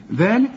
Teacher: طلع لسانك في الذال ومد الذال ألف كاملة